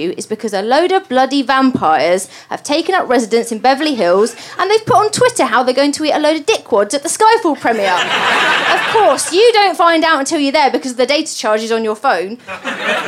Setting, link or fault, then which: setting, live audience